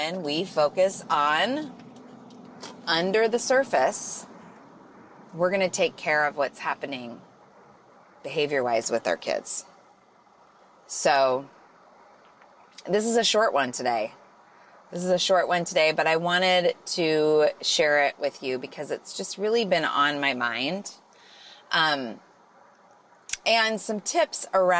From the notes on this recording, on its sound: Solo show today – from the car…. Thank you for having grace for my audio quality this week!!